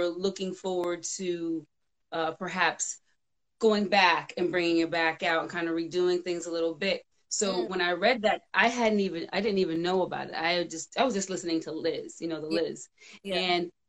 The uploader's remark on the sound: a special Instagram Live #WFH edition